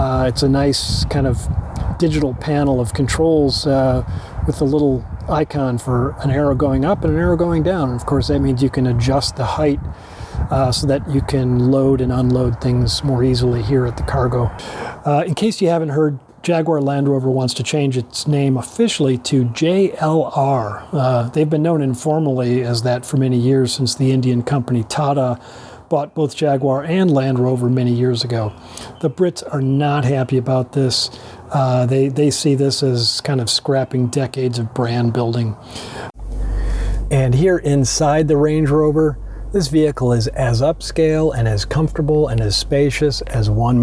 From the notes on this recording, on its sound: Takes you along on a live drive review of the ’23 Range Rover LWB.